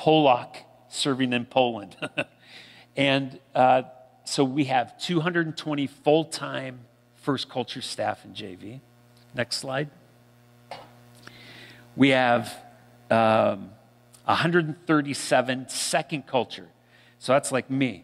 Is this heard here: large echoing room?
yes